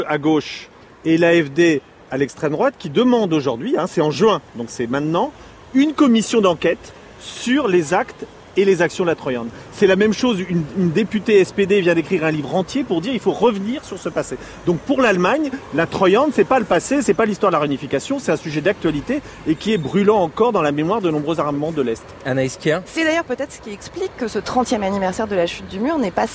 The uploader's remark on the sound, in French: lors d'une promenade berlinoise